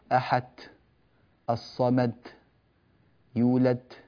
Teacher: الدال عندك مهموسة، يعني ما معنى مهموسة؟ يعني يخرج معها هواء ولا تقلقلها، أنت تقول أحد الصمد يولد، لا تقول يولد، هذا هو الصحيح المفترض أن تقول أحد الصمد يولد.